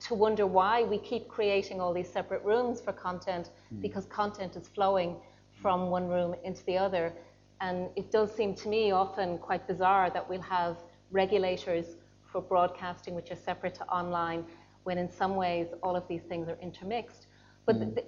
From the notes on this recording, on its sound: This panel discussion took place on 1 May 2019 at the Royal Irish Academy.